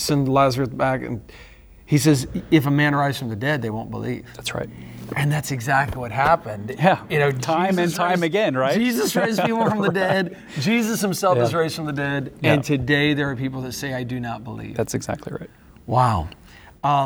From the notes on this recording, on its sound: on-location conversation at the Museum of the Bible